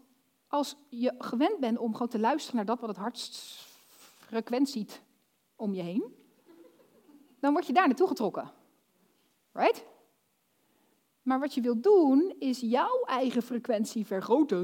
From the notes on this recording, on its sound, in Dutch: Dit fragment is opgenomen tijdens de workshop Succesvol Storytelling op 7 april 2022 in het Figi Theater Zeist.